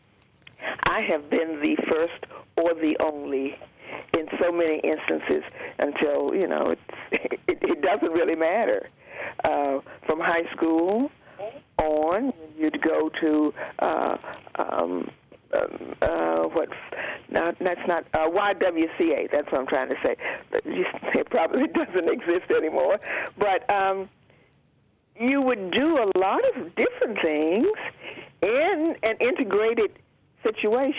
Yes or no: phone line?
yes